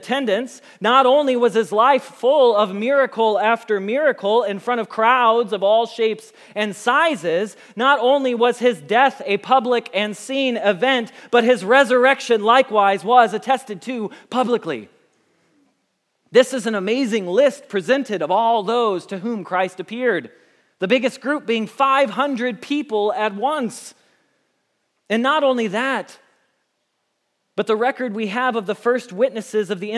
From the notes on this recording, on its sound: Message Preached at Valley Creek Church